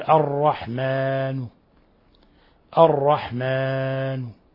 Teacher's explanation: نعطيه ما يسمى بالروم وهو الإتيان ببعض الحركة، نقول الرحمن، الرحمن ضمة قصيرة جزء من الضمة، هذا يسمى الروم الإتيان ببعض الحركة.